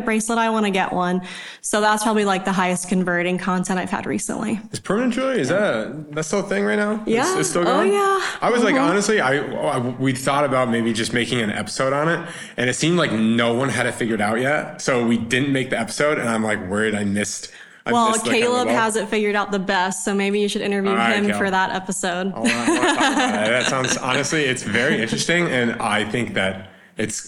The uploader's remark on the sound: Coming to you LIVE from the 2023 Punchmark Client Workshop in Charlotte, NC! In front of an audience of retail jewelers who traveled from around the US and Canada.